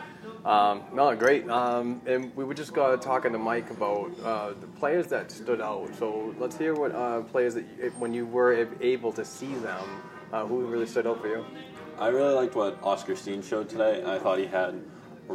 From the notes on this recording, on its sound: On-site recording at the 2019 Bruins Development Camp from the Rail Stop Resturant and Bar at 96 Guest Street in Brighton, Mass.